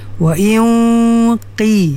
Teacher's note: Walaupun qaf tu bagi kasar nipis kan ha, tapi dengung dia mesti kena tinggi sebab nun mati bertemu dengan huruf isti'ala.